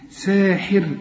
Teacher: إذا وقفت رقق الراء لأنها ساكنة، ومدام ساكنة نشوف الحرف اللي قبلها إذا كان مكسور رقق